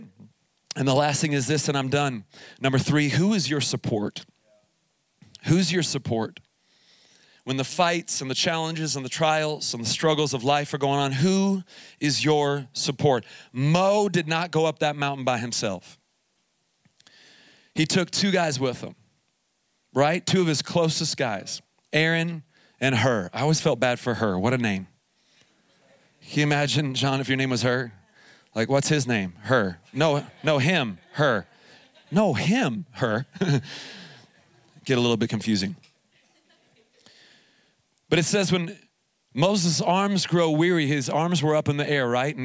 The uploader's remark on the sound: Here is a special edition of the podcast, recorded live from Summer Camp 2021 at Faith Heights. During the morning 1 session.